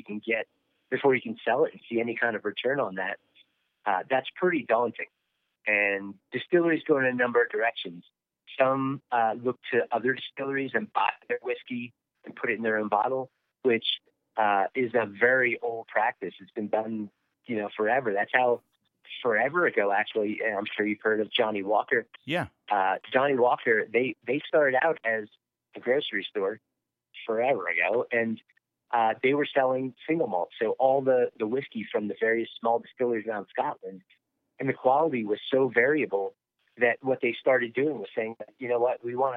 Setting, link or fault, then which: link, phone line